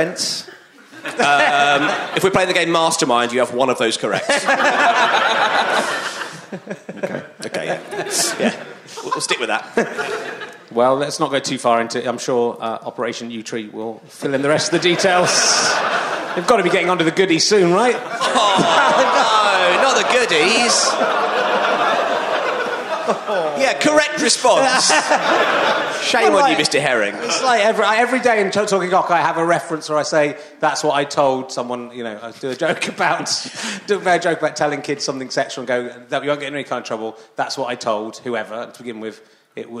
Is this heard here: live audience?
yes